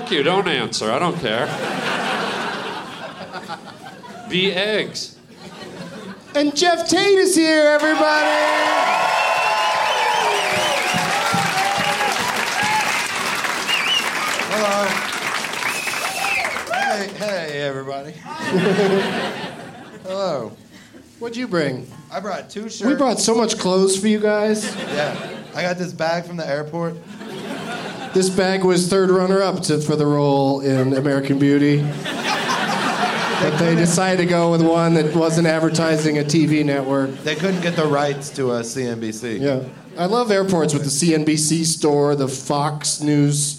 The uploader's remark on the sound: Live from Comedy Works in Denver.